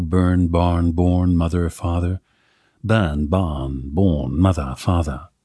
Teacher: It's a non-rhotic dialect. In other words, R's following vowels are silent. Unlike in American and some British dialects, no burn, barn, born, mother, father.